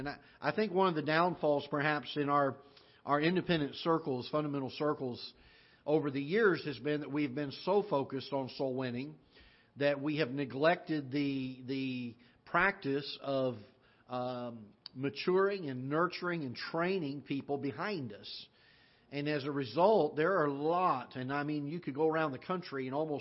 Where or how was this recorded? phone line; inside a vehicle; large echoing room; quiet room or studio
large echoing room